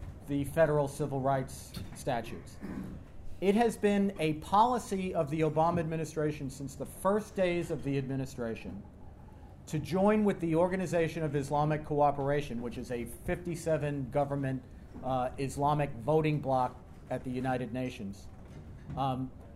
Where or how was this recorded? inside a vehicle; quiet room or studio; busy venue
busy venue